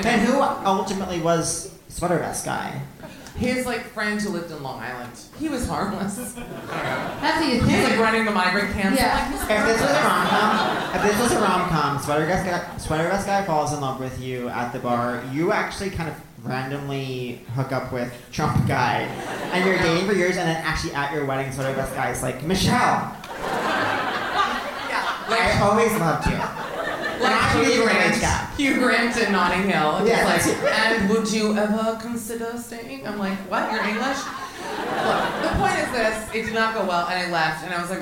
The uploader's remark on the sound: Live From The Bell House